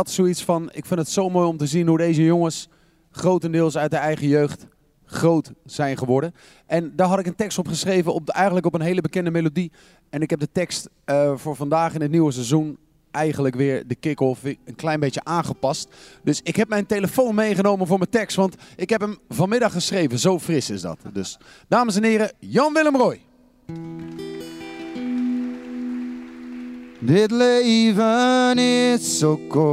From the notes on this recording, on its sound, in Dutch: Een Ajax Podcast met publiek! Op het Kick-off event voor de Ajax business relations stond onze studio in een hele ongebruikelijke setting, op een podium met meer dan 600 Ajacieden in het publiek.